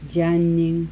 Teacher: Syllabic alveolar nasal allophone